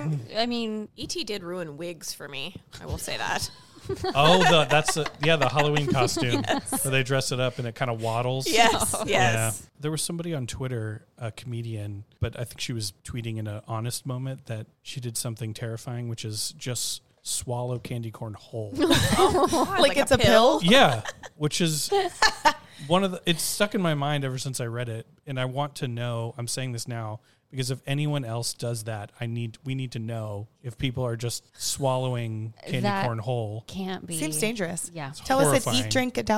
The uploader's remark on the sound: Recorded at spooky Dallas mezcaleria Las Almas Rotas. Special — and very spirited — Halloween episode recorded at spooky Dallas mezcaleria Las Almas Rotas.